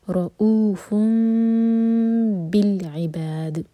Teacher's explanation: تو نون کا ساؤنڈ جو ہے میم میں چینج ہوگا، تو اس کو ہم کہتے ہیں اقلاب، اور میم کو ایسے ہولڈ کریں گے کہ ہمارے ہوٹ ٹائٹ بند نہ ہو.